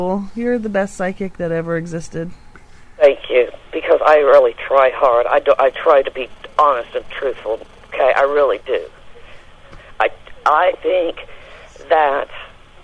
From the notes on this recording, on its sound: Prank Phone Calls